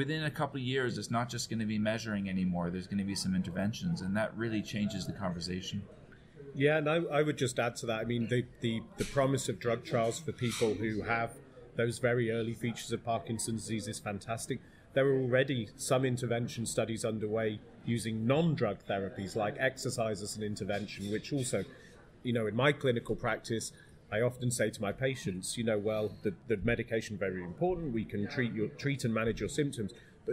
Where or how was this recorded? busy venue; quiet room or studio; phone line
busy venue